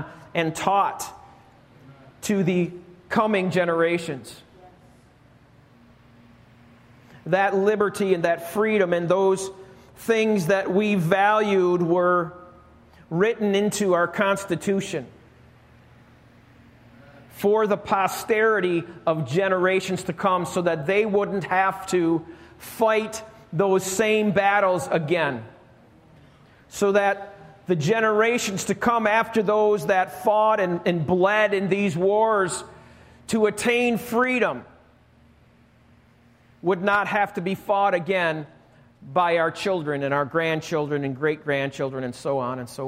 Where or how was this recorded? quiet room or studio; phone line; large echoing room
large echoing room